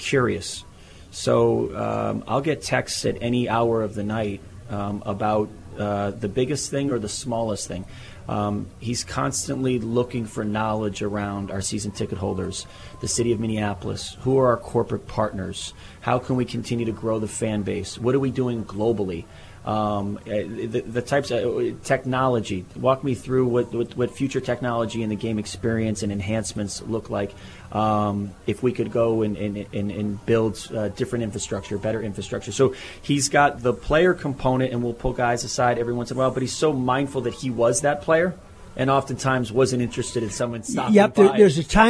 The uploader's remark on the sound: live from Target Center